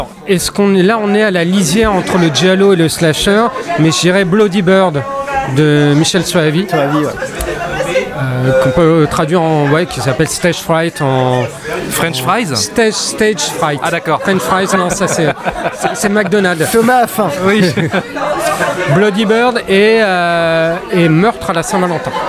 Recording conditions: busy venue